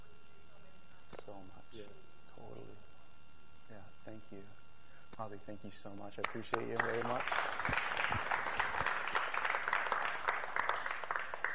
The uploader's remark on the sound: This video message was recorded on February 19, 2023, at View Ridge Middle School in Ridgefield, Wa.